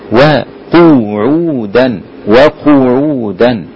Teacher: شوف عندي كم ضمة في قعودا، قاف والعين وبعديها الواو المادية بعديها الواو المادية وقعودا وقعودا، تمام. يبقى القاف ضمتها زمن الضمة فيها زي زمن الضمة في الواو اللي بعدها · Term: تتابع الضمات